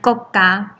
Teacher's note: 国是极促短促这个收音嘛，所以它是那个入声